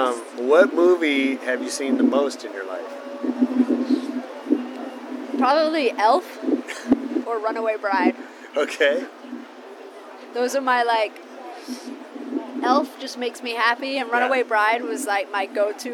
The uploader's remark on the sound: LIVE from Cannes Lions. At the Cannes Lions Festival of Creativity and we sat on the rooftop of the FQ Lounge overlooking the Bay of Cannes. The audio is a little funky because we're outdoors but our expert producer was able to make it sound pretty good.